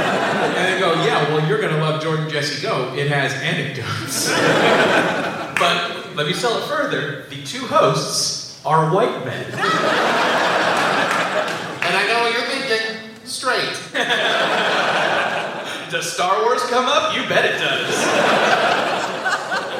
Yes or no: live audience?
yes